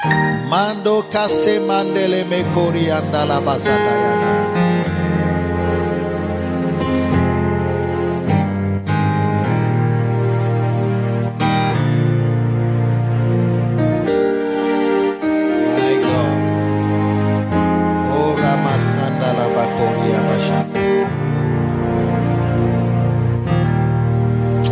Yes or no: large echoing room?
yes